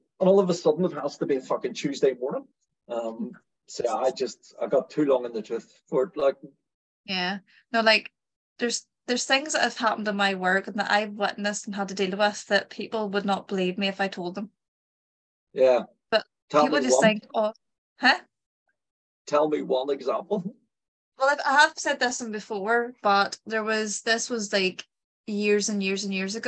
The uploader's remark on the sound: Zoom was also being a class A root so apologies for any over-talking/awkward silences